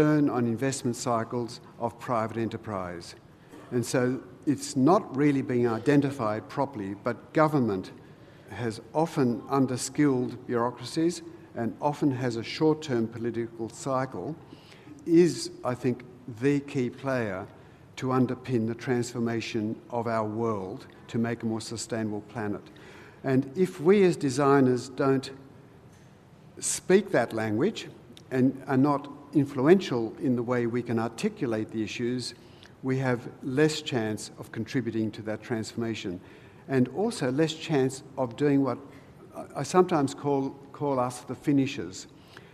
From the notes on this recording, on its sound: Recorded at the 2016 Sydney Architecture Festival at Central Park